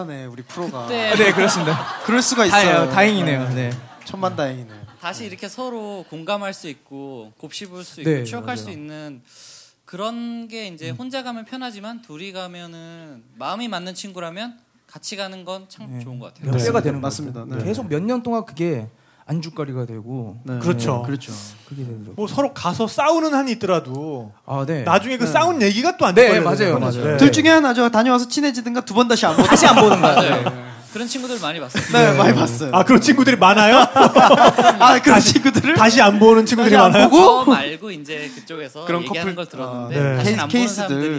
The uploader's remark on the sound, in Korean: (고음질 콘서트 실황).